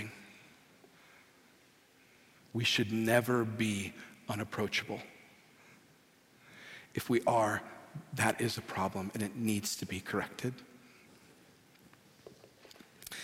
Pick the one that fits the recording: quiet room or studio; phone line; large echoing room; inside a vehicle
large echoing room